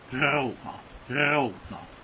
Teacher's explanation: 有一点点震动在哪里？在喉咙的中间那个小舌头在震动 · Term: 小舌音